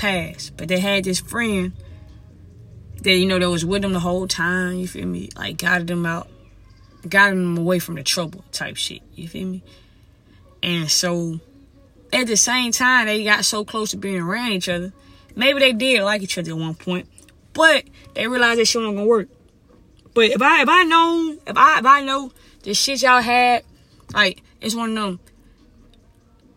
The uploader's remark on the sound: Uncensored Parked Car Conversation.